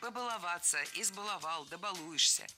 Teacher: если мы добавим приставки к нашему слову, то ударение все равно должно быть за корнем